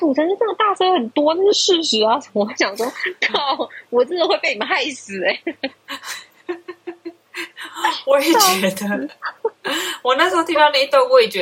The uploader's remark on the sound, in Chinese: 這集我嘗試用新耳機錄音沒想到音質反而比較雜，請大家稍微忍耐一集。